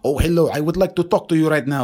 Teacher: the person who says hello, he is using the H sound of the Arabic language, and he's putting that in H.